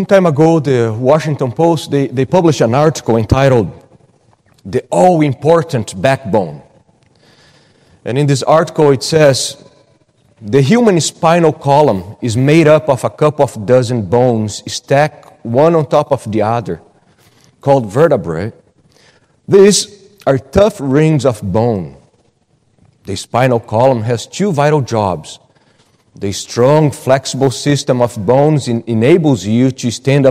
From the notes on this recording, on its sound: at Gracious Cross Reformed Church Salem